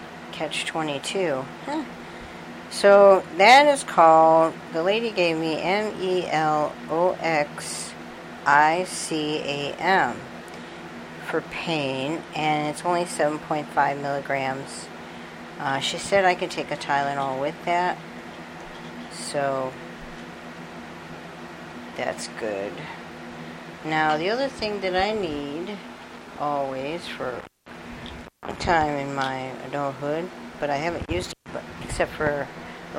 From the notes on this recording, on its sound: I'm sorry for the fan and for a couple of cutouts in the mic that was minor so I left them in.